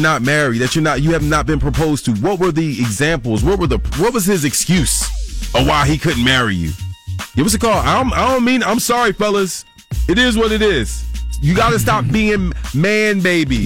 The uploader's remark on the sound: Some listeners called in with their opinions.